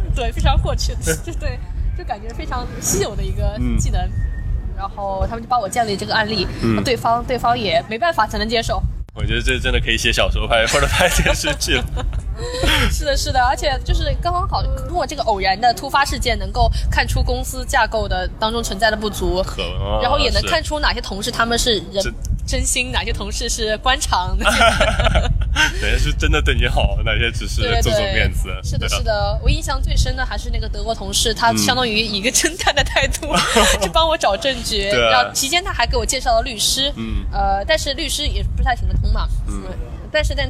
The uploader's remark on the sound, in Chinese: 户外录音，稍有杂音，多谢谅解